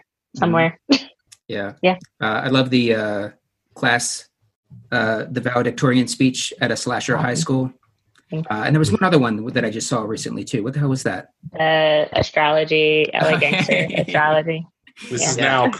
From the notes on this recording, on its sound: This episode is the first of our live via zoom episodes. Crossroads Comedy Theater.